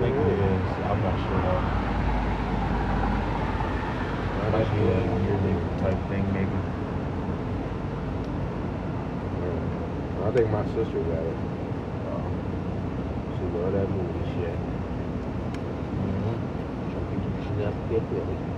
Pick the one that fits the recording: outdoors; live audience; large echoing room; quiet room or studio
outdoors